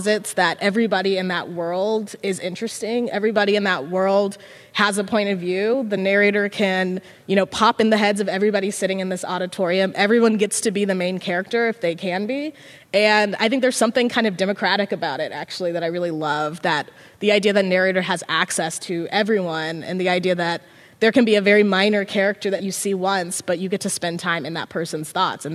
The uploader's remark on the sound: In front of an audience of students at Grant High School in Portland in February 2022.